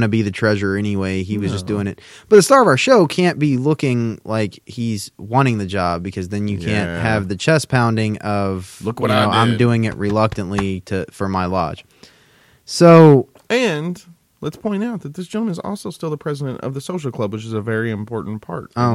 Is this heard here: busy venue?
no